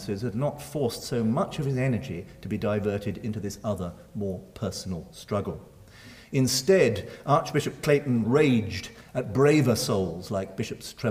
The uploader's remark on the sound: Recorded Tuesday 1 May 2012 at St Cecilia's Hall, Edinburgh.